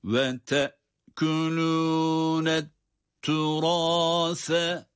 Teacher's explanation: Et-turâs kelimesinde S harfi peltek okunmakta.